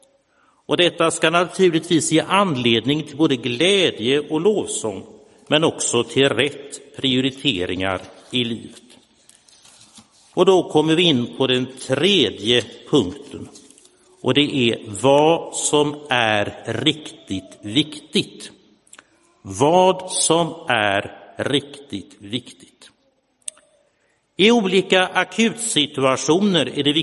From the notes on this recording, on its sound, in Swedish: Inspelad i Roseniuskyrkan den 24 juli 2022.